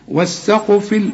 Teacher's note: والسين مرققة والقاف هي المفخمة وقلقل القاف